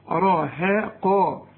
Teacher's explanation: الهاء مرققة، الراء مفخمة، القاف مفخمة